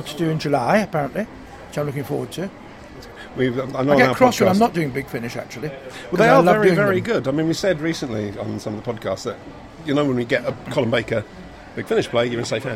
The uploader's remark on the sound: recorded at a signing event at Waterstone’s, Lakeside, Thurrock